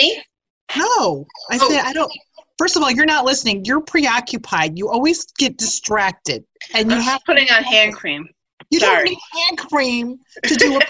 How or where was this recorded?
video call